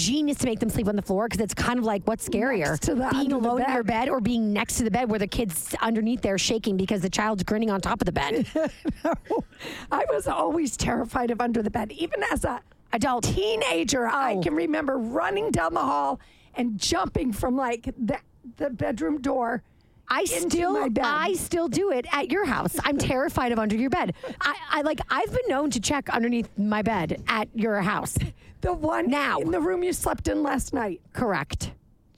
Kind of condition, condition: setting, inside a vehicle